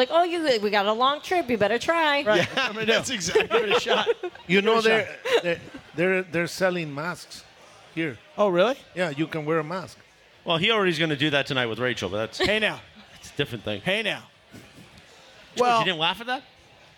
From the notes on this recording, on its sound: gets yelled at by some unhappy audience members